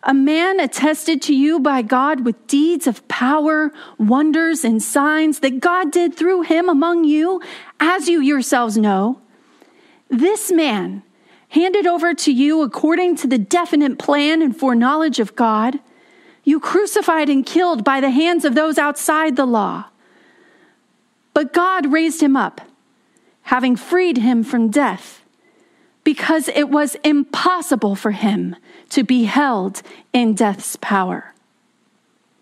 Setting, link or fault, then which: setting, large echoing room